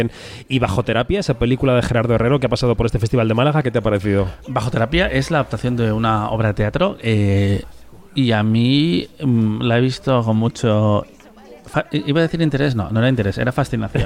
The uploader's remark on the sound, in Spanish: Kinótico en Onda Cero. Programa especial desde el Festival de Málaga 2023.